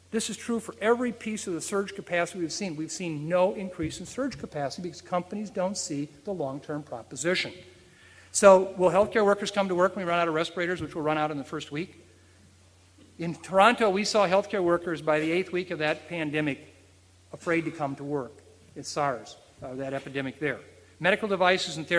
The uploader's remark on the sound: at the 2006 Freeman Spogli International Conference